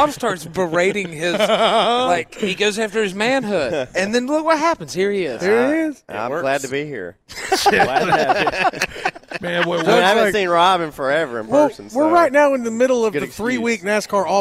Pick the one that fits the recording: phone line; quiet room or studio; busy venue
busy venue